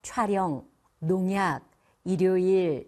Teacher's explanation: 뒤에까지 강세를 주시면 안 되고 앞에 첫 음절에만 강세를 주면 돼요